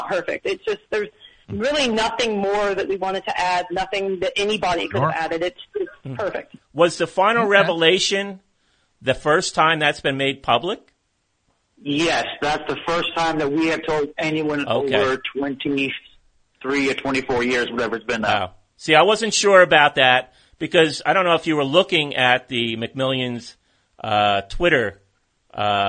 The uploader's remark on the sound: Call in for an interview. Phones ring on the topic.